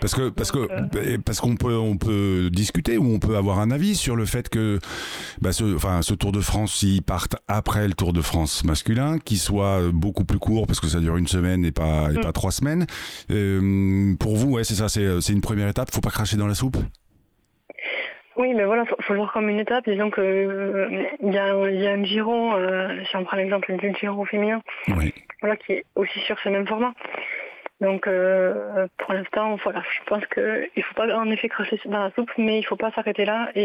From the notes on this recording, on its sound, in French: En plateau à distance au téléphone